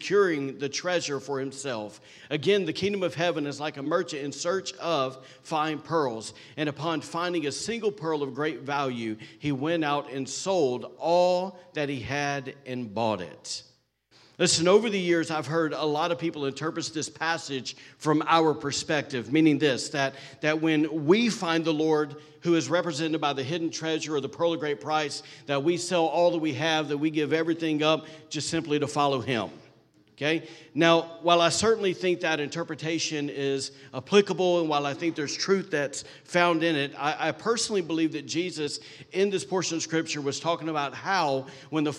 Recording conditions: large echoing room